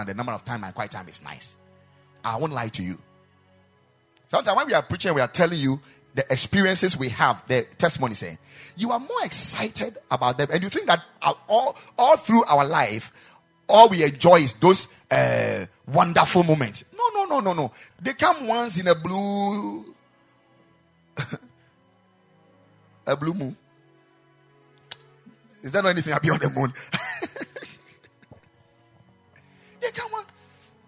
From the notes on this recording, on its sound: Preached at the Ekklesia Campus